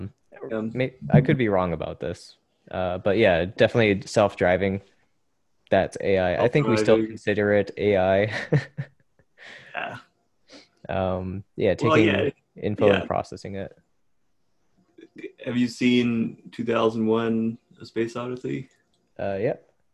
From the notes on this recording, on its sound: Zoom call.